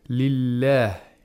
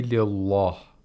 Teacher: we have to pronounce the lam with tarqiq, not with taghlil of the lam · Shown in: first take · Or thickness.